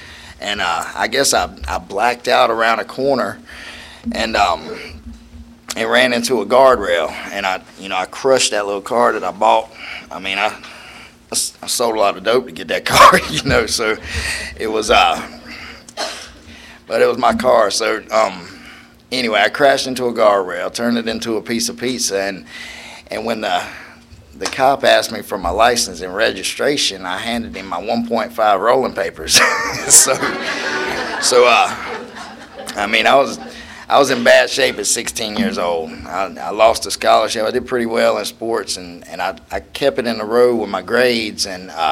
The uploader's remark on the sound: at the 34th Freeedom From Bondage Conference in Aberdeen NC in 2023